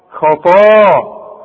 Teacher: المد بتاع الطاء ده فخمه خطا، والمد بتاع الياء رققه عشان الحرف مرقق